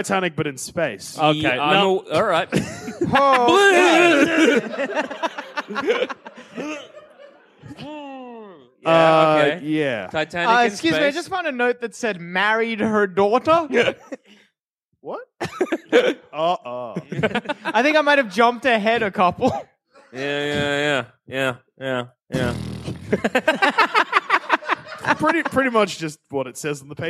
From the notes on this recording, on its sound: Recorded Live at Cardiff!